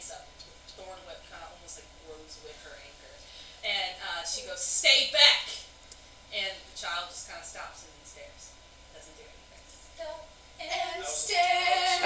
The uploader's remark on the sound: I apologize for the audio quality of this first episode. Because that section of audio for me got corrupted.